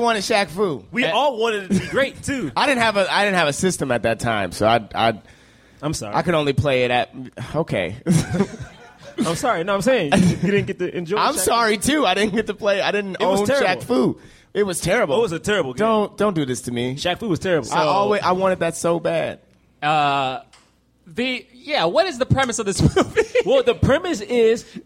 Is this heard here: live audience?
yes